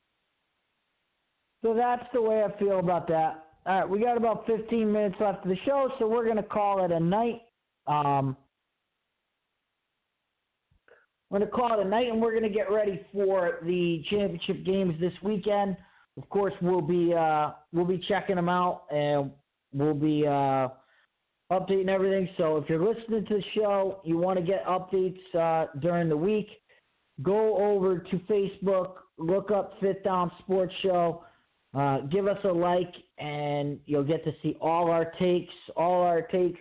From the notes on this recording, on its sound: your phone calls and comments